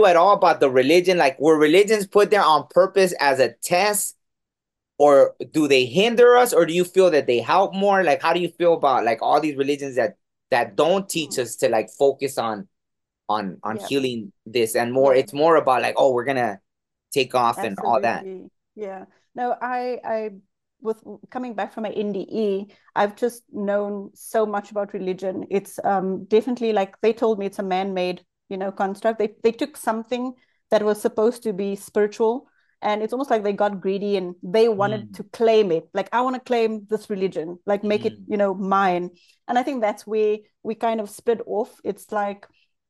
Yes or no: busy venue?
no